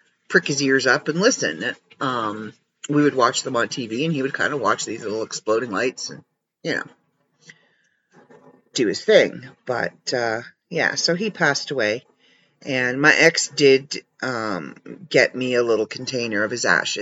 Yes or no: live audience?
no